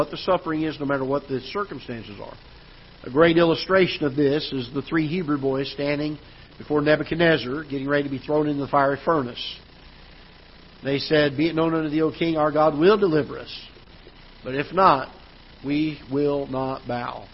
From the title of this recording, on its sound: Ketha Heights Baptist Church ~ Live Broadcast